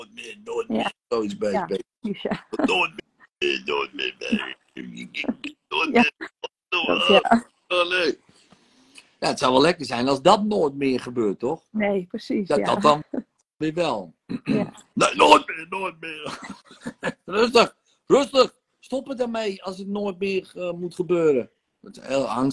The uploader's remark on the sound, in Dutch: De audio deel ik op de podcast maar de sessies zijn ook te bekijken.